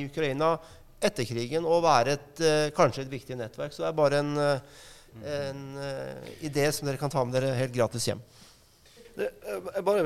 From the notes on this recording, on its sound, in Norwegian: Live fra Stortinget. Arrangerte SMB Norge et seminar på Stortinget. Dette er et live-opptak, med en politisk debatt.